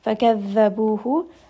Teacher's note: بو is going to be a two count مد.